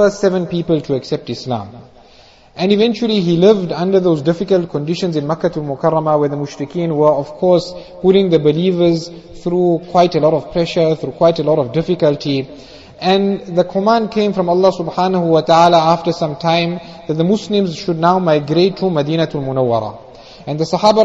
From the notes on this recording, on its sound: Jumuah Lecture at Avondale Musalla